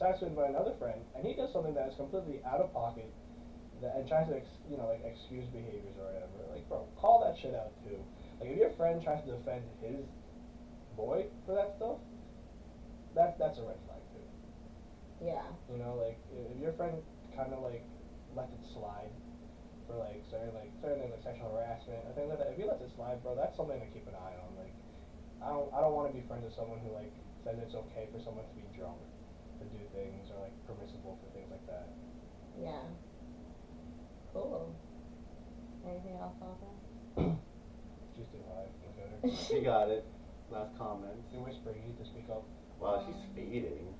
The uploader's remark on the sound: Featuring poor audio quality.